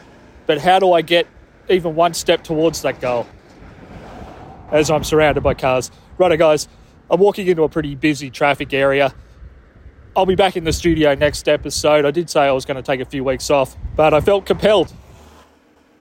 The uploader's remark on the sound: (Walk-isode). Out for a walk when he heard something that made him want to record this extemporaneous Walk-isode.